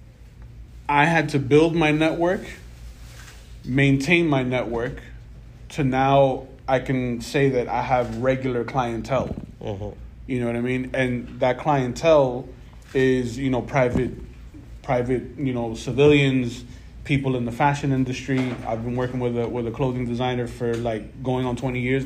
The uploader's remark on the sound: This week we have a recording from the MAKING COMICS panel LIVE at BEYOND COMIC CON.